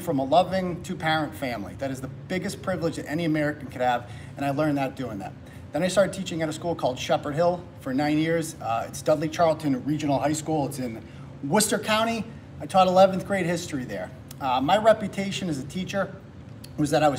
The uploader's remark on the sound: Speech at Taunton Republican City Committee Meeting